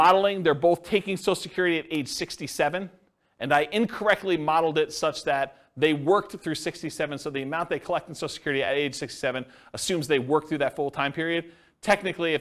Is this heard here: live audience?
yes